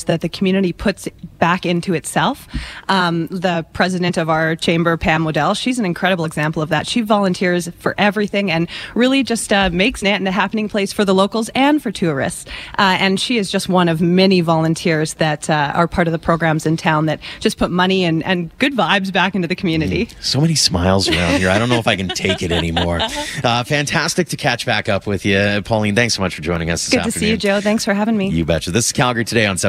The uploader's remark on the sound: Join us as we broadcast live from the Bomber Command Museum of Canada in Nanton, Alberta.